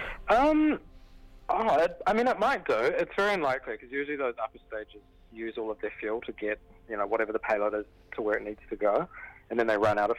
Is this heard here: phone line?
yes